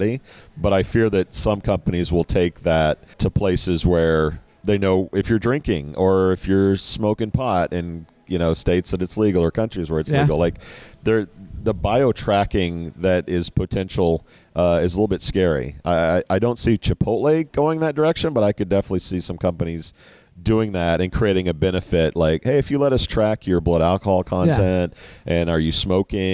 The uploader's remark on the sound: Recorded LIVE from a posh Dallas Hotel lobby.